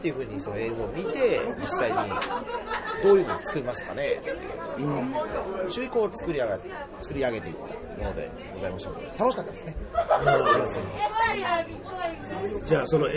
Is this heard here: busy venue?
yes